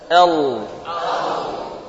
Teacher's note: Bagian pangkal lidah menegang saat lam dibaca tebal. Al. Mirip dengan huruf-huruf isti'la. · Term: lam yang tebal